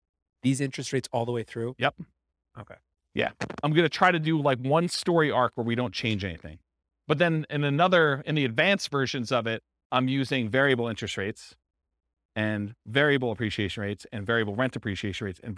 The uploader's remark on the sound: This was a live class recorded